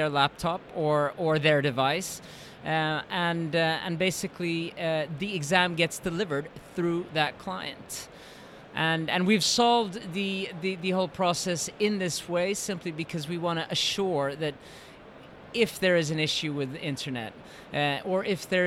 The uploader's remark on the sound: Live from Bett Show 2017